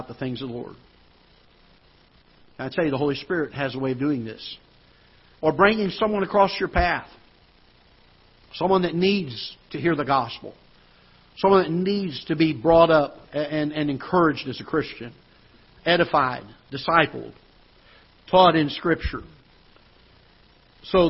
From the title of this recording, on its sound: Ketha Heights Baptist Church ~ Live Broadcast